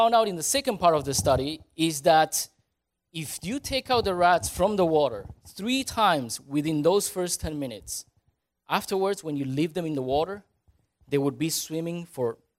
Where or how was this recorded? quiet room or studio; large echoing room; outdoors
large echoing room